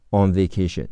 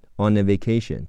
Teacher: 中间有 a 的时候，on 结尾的 n 和 a 要连起来读 · Shown in: second take